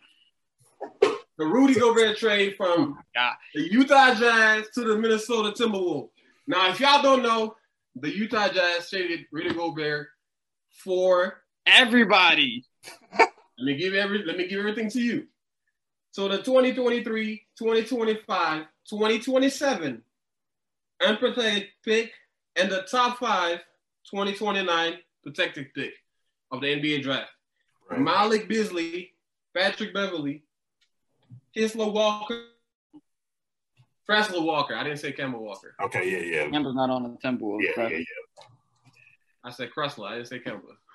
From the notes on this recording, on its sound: WE APOLOGIZE FOR AUDIO QUALITY ISSUES